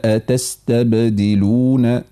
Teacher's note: انتبه من الجنوح بالقلقلة نحو الكسر